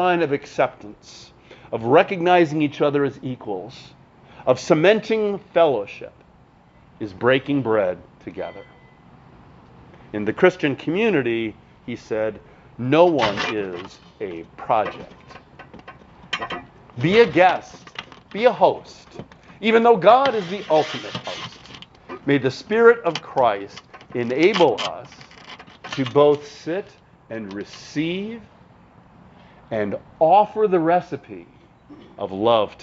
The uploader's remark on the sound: Since it was preached at an outdoor service, you will hear some extraneous sounds!